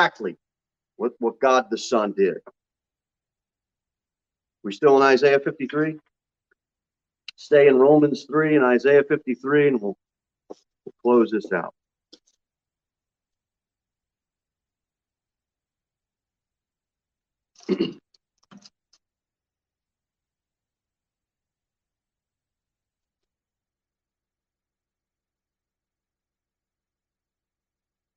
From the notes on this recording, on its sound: Sermon delivered at Pilgrim Baptist Church on Sunday, June 12, 2022 at 11:15 am. Jere Whitson Rd.